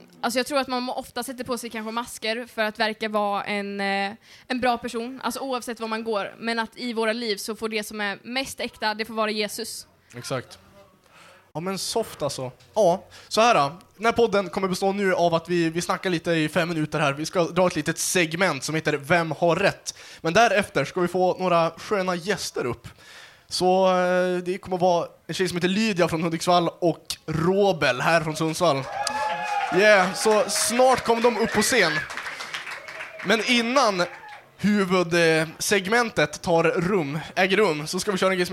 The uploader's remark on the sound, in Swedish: Årets sista poddavsnitt är hämtat live från Äkta i Sundsvall.